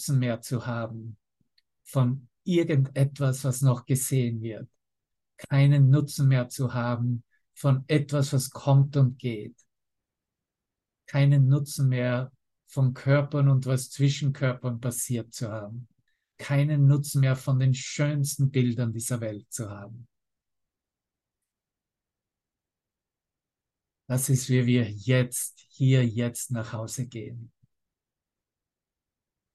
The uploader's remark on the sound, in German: Zoom-Session